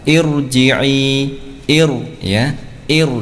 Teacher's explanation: bacaan ra yang tebal selanjutnya adalah didahului hamzah wasal, ya, didahului hamzah wasal meskipun hamzah wasal tersebut kasrah, ya, karena kasrahnya hamzah wasal ini bukan kasrah asli, ya.